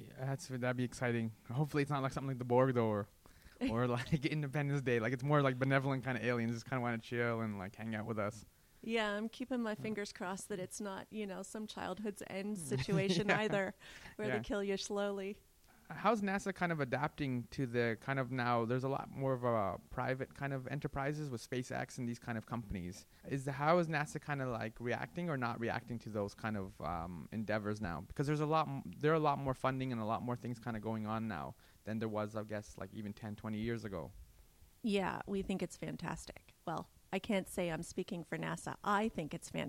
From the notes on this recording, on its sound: Recorded: Sunday April 23, 2017 11:30 am (EST) at FITC. Recorded: Sunday April 23, 2017 11:30 am (EST) at FITC.